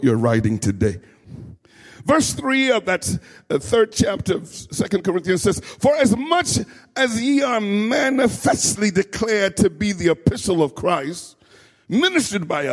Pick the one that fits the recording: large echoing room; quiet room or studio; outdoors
large echoing room